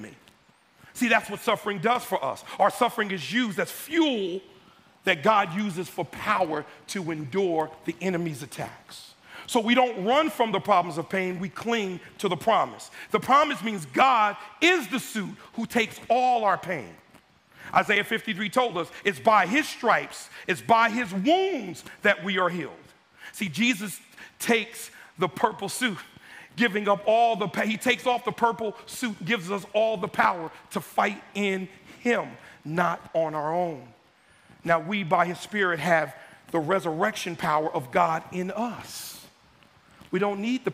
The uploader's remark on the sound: Was originally preached in East Falls, Philadelphia on June 18, 2023.